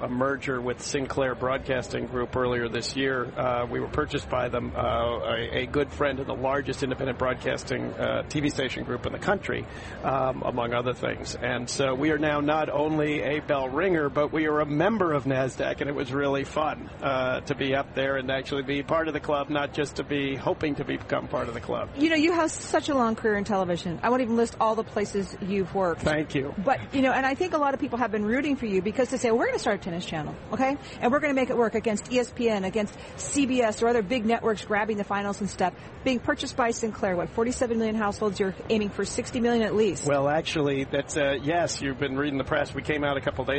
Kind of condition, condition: setting, busy venue